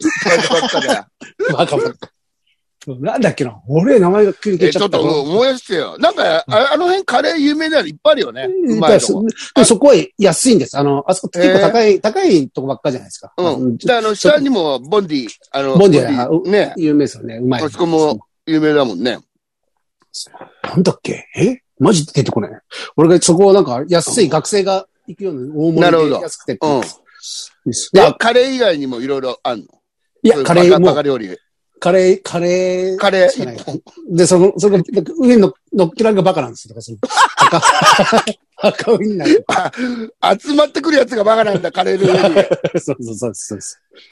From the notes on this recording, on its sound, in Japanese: ZOOMで収録